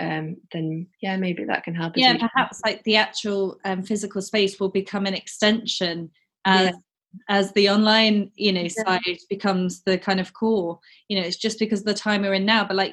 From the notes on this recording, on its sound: this was recording in lockdown over Zoom so the audio is slightly muffled in places